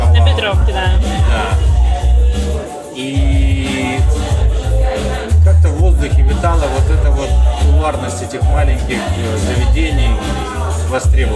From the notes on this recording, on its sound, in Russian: А за шумы на заднем плане в ответе классный бар “Вода”